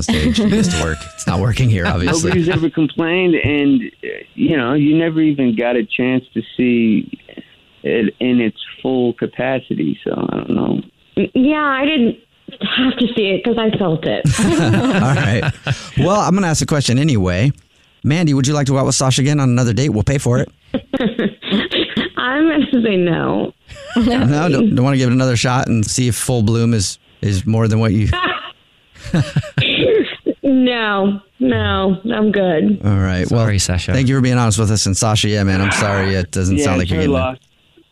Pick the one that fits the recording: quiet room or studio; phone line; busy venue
phone line